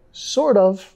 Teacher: Acá tenemos que vincular con la R suave